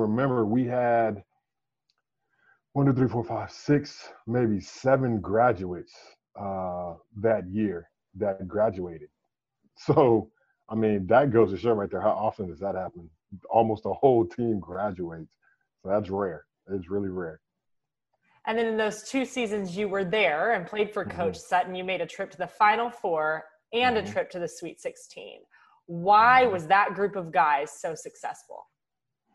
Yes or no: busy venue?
no